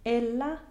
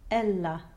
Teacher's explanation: the word ELLA has a closed E to start it · Shown in: first take